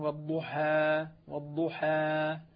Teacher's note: فتح الفم فتحا كاملا، والضحى هذا فتح الألف